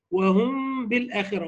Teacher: يبقى الإخفاء عند الباء بغنى ظاهرة هو المذهب المختار · Term: إخفاء شفوي